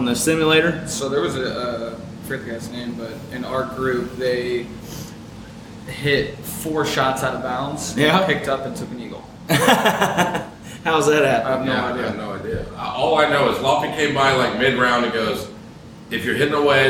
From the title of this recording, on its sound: Live At 5 Iron Golf